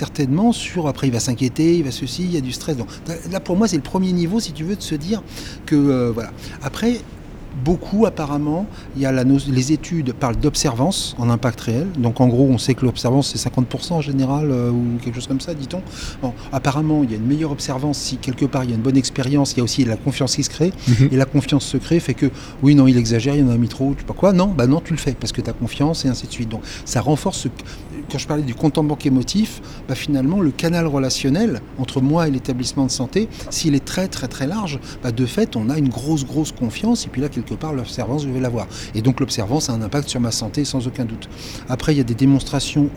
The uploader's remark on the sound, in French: L’entrevue a eu lieu au Centre des congrès de Montréal suite à sa conférence.